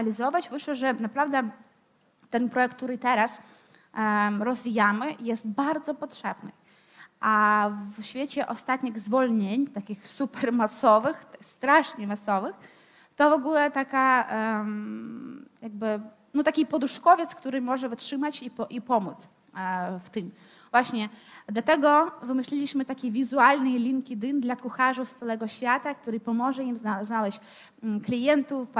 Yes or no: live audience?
yes